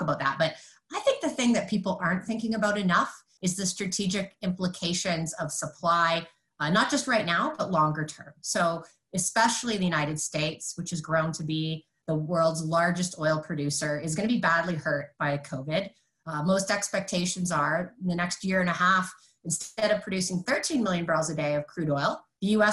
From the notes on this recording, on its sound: This episode was originally recorded as a webinar.